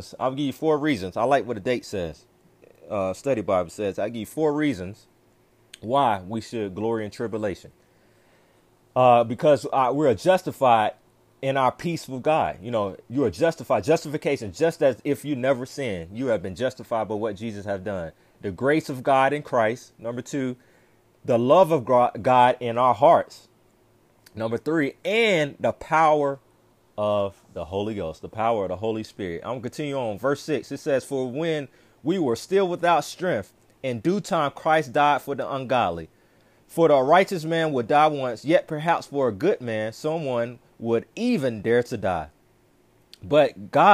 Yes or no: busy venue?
no